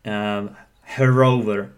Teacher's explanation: if you read these words quickly, her over, you can have an extra R there. Let's call the linking R.